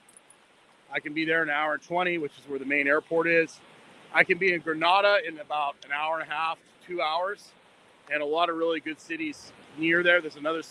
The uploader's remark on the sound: Test live from the beach. Testing live streaming from a cell phone on the beach. Recording from the beach with good reception.